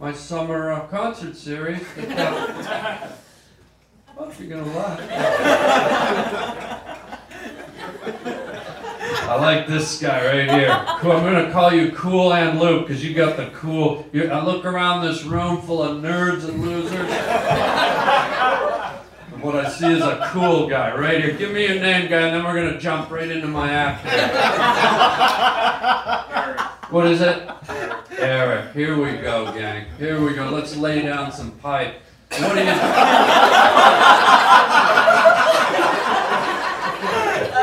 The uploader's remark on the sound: goes live on stage